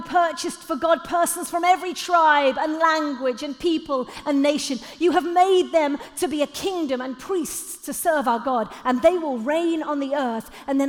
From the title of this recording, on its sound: Live at The Orchard Conference 2022